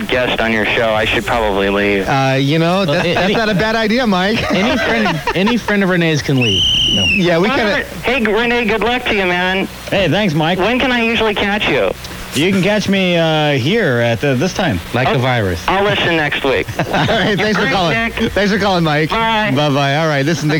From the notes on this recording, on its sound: podcasts live from Café Anyway